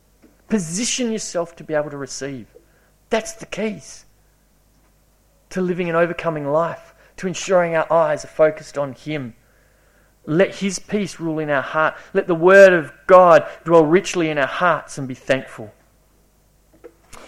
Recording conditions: large echoing room